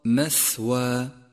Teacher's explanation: لاحظ صفة الهمس لحرف الثاء في كلمة مثوى، مثوى، ولاحظ ضعف هذا الحرف إذا أهملت همسه، أي هكذا مثوى، والصواب مثوى.